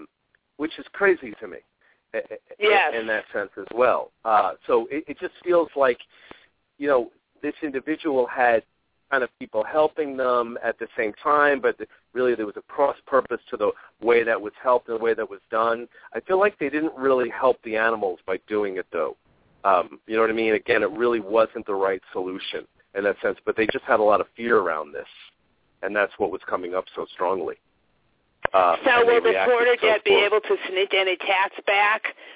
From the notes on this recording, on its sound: I will also take live calls in the last 20 minutes of todays show!